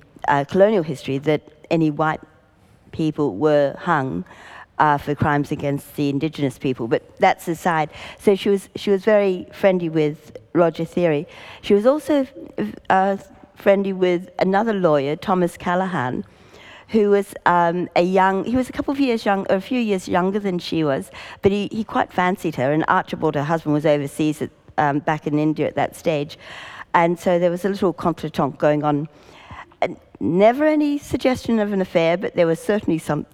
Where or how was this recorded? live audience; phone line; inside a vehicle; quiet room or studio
live audience